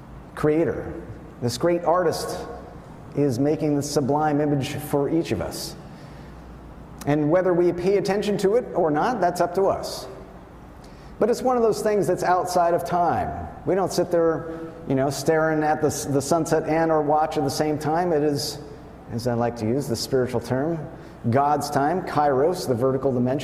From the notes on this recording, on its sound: Wayfarers Chapel is an Ecumenical Ministry of the Swedenborgian Church and the National Memorial to Emanuel Swedenborg located In Rancho Palos Verdes, CA.